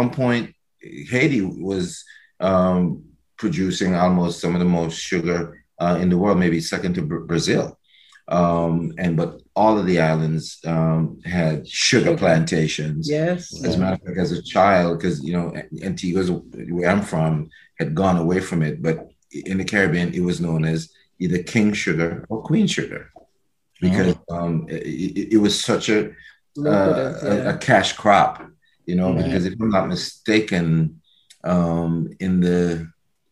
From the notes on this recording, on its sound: Recorded Live on Zoom